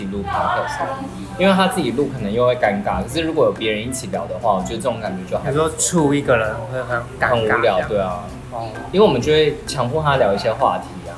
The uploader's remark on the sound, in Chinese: 很臨時在吃飯的餐廳突然錄音，收音很糟